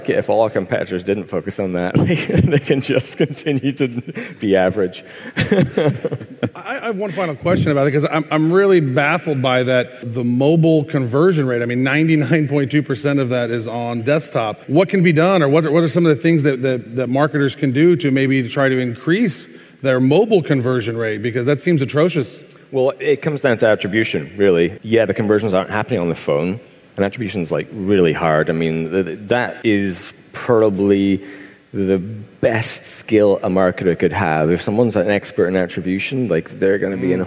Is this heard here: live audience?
yes